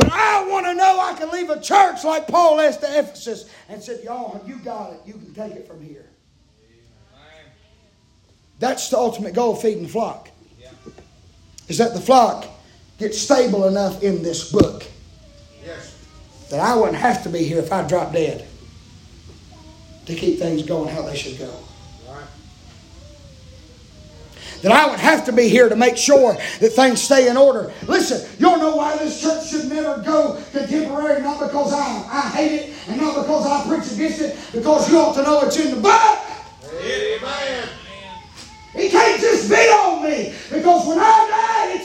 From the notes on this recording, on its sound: preaching live from Still Water Baptist Church on 8/2/23